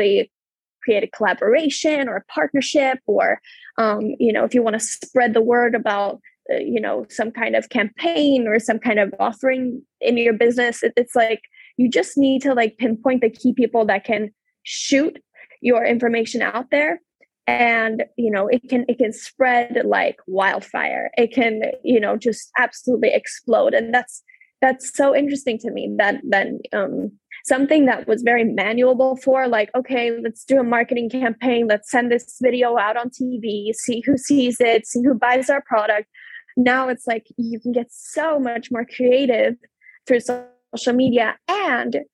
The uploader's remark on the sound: This episode was recorded through a Zoom-call.